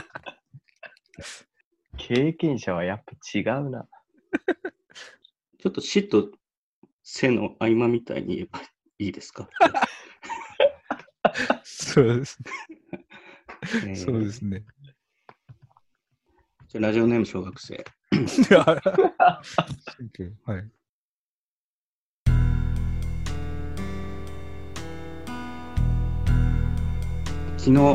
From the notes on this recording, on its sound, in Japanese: 収録地：それぞれの家（ZOOM収録）